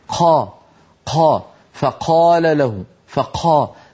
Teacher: في على ألسنة الناس القاف في مصر أغلب الناس يهمسونها · Term: نطق العامة للقاف